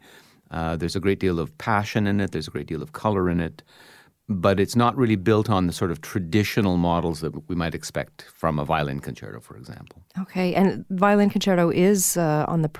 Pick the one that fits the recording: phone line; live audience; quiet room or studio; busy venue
quiet room or studio